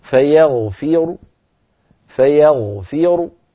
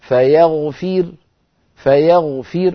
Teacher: طيب لما أقف بالروم أقف بضمة صوتها منخفض، أعاملها معاملة الوصل، أعاملها معاملة الوصل، فأقف بضمة براء مفخمة هكذا، فيغفر فيغفر، فأقف براء مضمومة ولكن صوتها منخفض ومفخمة · Shown in: first take · لا أقف عليها مرققة كما أفعل لو وقفت عليه بالسكون.